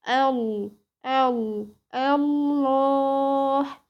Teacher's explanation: ورسمنا الهاء وحطينا الألف خنجرية اللي هي الصغيرة في لفظ الجلالة، ولفظ الجلالة طبعا هنا هيكون قبلها همزة وصل مفتوحة، فاللفظ هنا هيبقى مغلظ · Term: التغليظ